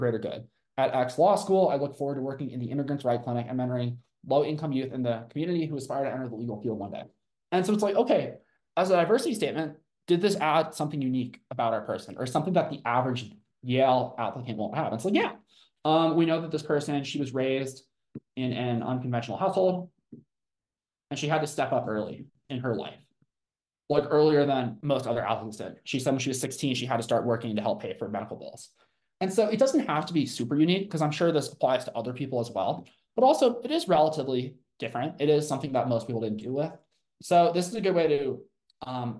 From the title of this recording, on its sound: from Live Zoom Session